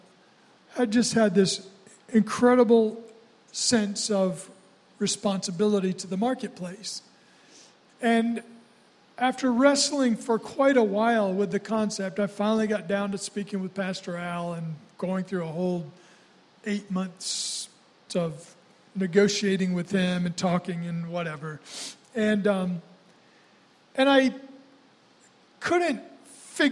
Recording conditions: large echoing room